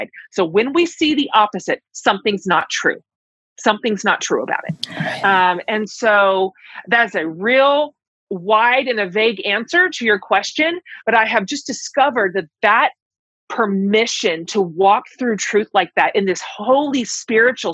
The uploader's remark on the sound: a LIVE recording of the podcast via Zoom